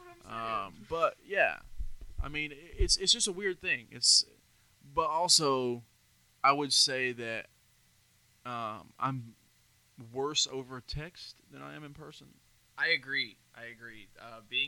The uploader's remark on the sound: Still working on getting the audio right, next episode should be better